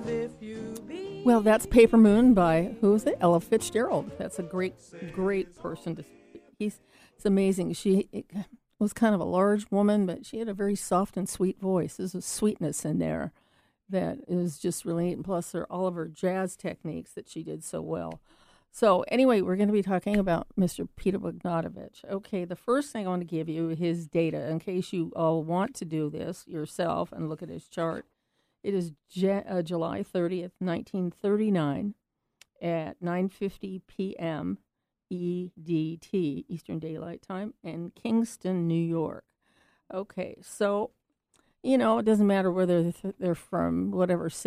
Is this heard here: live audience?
no